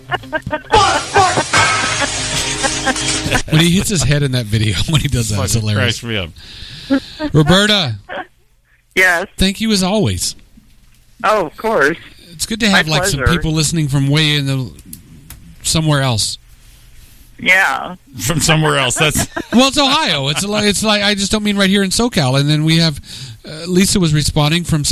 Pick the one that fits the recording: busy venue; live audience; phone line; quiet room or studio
phone line